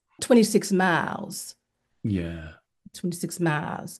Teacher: the L is very, very dark till it almost disappears completely · Term: very dark L